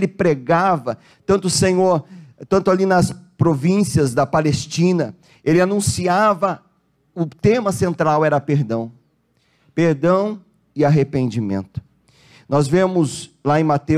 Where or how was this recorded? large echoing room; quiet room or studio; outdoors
large echoing room